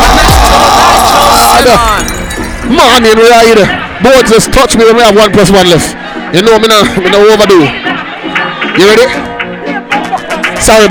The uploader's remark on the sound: Live at the legendary freaky fridays.